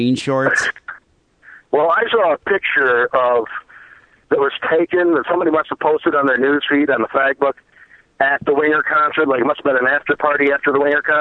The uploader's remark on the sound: Phone calls and listener email.